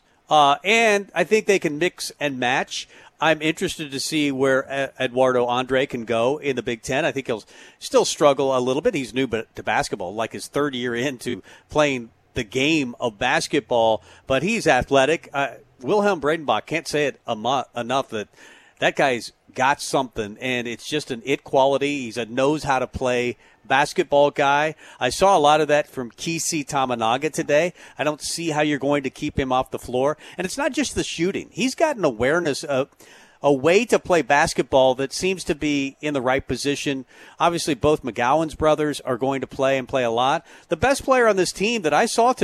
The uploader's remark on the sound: Tailgate Tuesday live from Chick-Fil-A